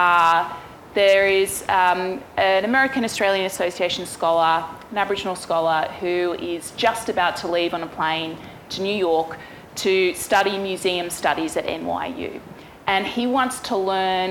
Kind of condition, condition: setting, live audience